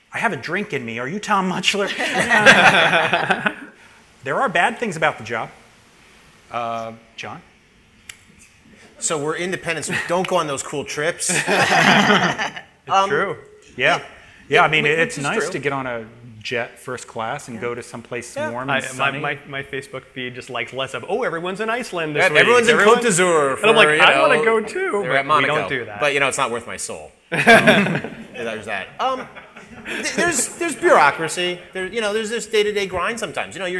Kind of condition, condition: setting, live audience